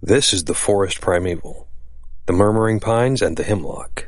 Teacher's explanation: Dactylic meter is hard, soft, soft.